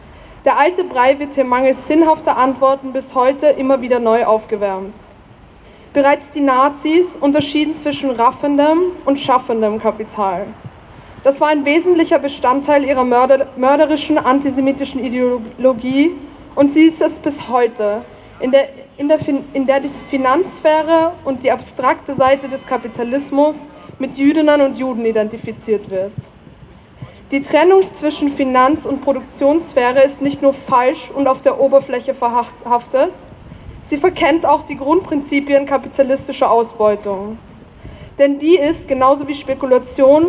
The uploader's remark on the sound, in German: O-Ton] „Nazis raus aus dem Zweiten!“-Demo am 15. 10. 2023 in Wien